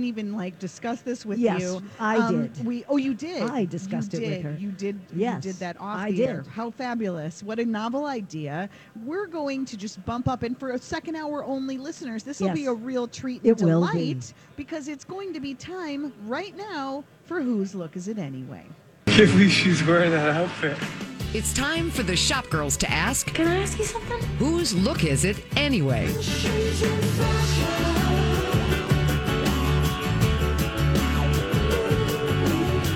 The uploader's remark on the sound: Live at the Golf Show